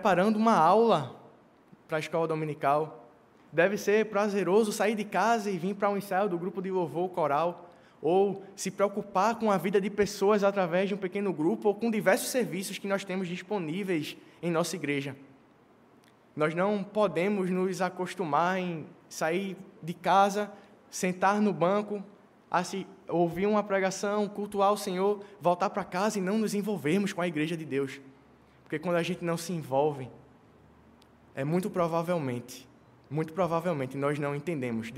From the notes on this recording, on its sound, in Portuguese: no culto presencial e transmitido ao vivo